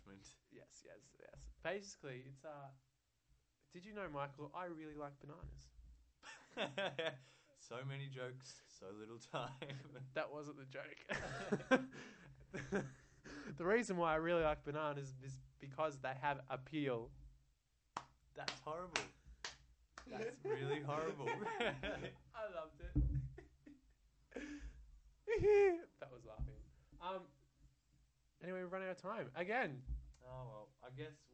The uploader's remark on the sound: turn up the sound again sorry!